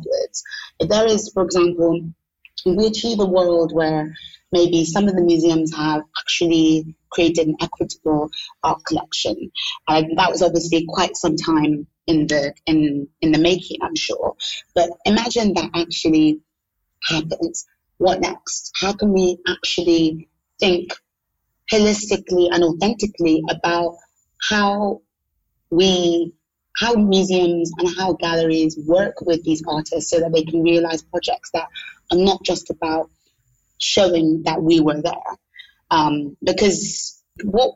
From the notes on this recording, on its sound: The sound quality in this episode is compromised due to an unstable internet connection between London and Lagos, where this conversation was recorded.